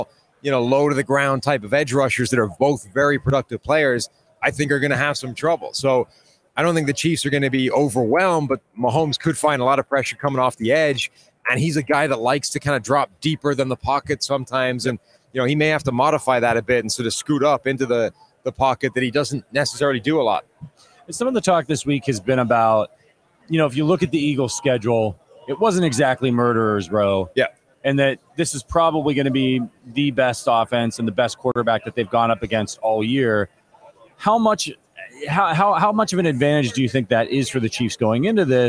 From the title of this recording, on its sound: Live from Super Bowl LVII - Day 3